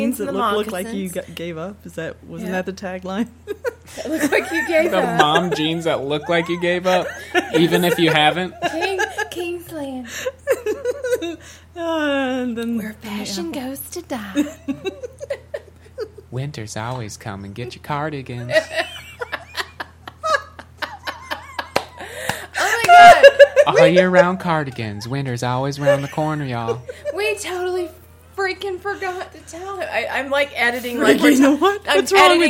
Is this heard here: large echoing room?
no